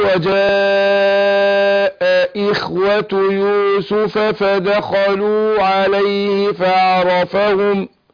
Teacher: هنا المد وجاء دي اربع حركات